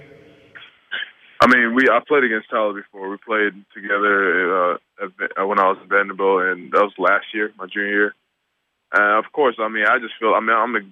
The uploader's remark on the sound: Post Draft Conference Call